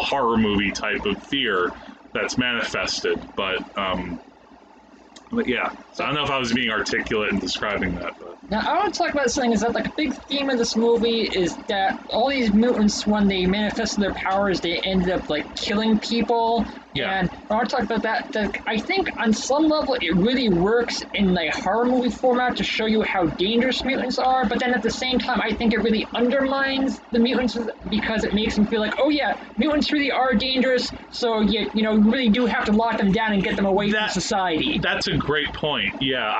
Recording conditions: sounds in the background